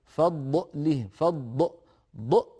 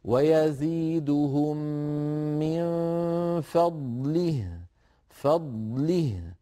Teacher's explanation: بضاد واضحة ساكنة ليس لها توابع ولا من مكسورة كسرا كاملا وهاء ساكنة رخوة · Shown in: second take